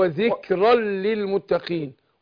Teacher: إدغام نون التنوين هتدغم في اللام إدغام بغير غنة